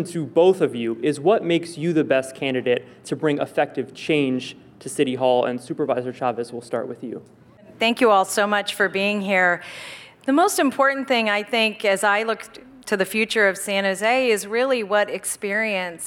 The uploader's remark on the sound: KQED Live: A San Jose Mayoral Candidates Forum